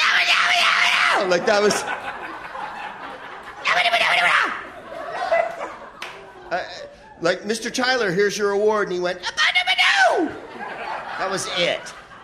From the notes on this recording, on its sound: Live from the Maui Comedy Festival